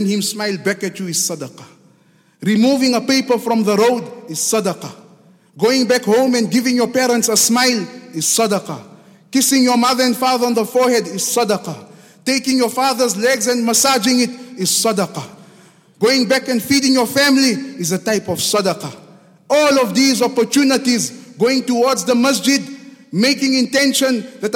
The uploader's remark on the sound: Jummah Programme at the Houghton Masjid (West Street)